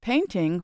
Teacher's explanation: The word painting, for instance, has two syllables. The stress is on the first syllable. · Term: word stress